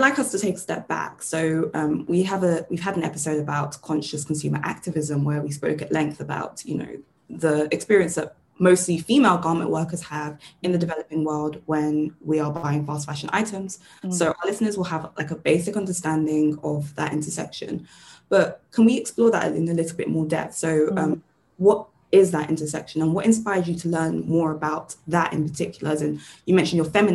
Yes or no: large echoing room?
no